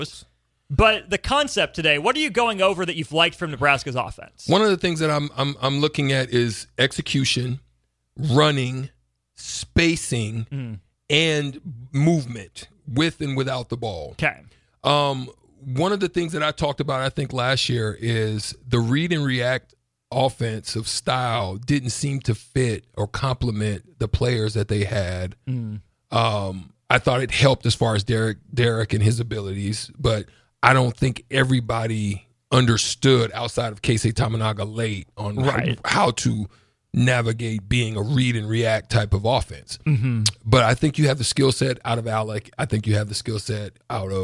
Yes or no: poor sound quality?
no